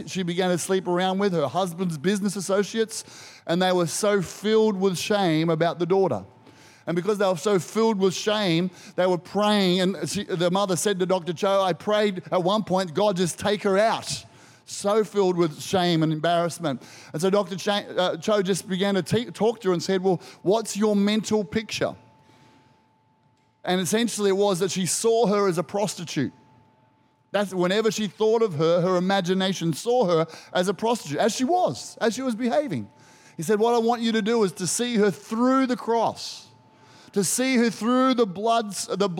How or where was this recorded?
large echoing room